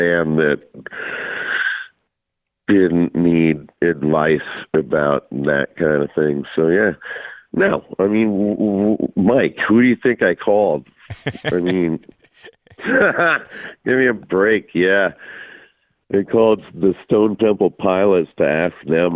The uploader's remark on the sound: Called.